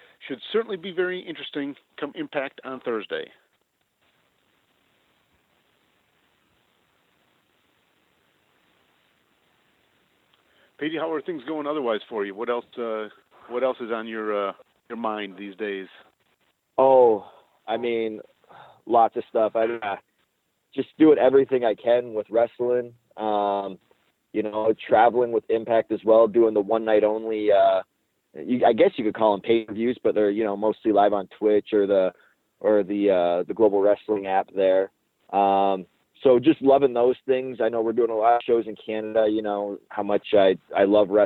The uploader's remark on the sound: Impact Media Call. Impact Wrestling Media Call.